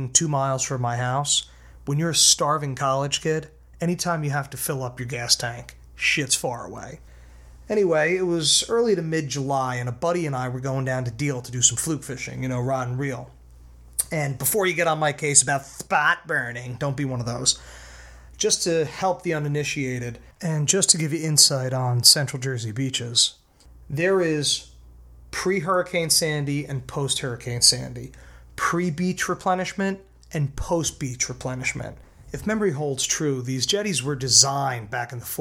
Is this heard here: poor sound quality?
no